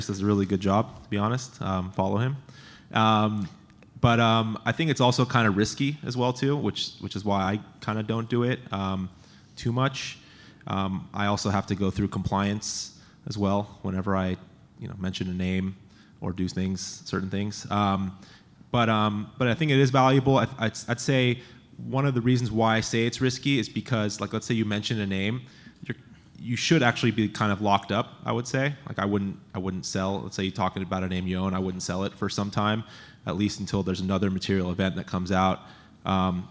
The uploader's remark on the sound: Planet MicroCap Podcast: LIVE panel recording that we did last week at the Planet MicroCap Showcase 2023 at the Horseshoe Hotel & Casino in Las Vegas.